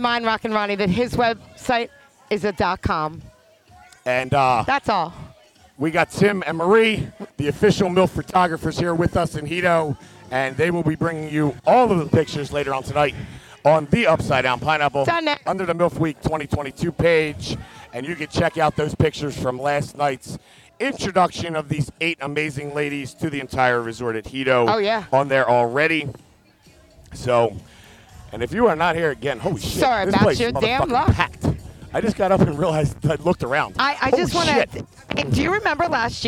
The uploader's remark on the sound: LIVE from Hedo for the Connection Travel Hottest MILF Contest 2022 for the ABC Contest.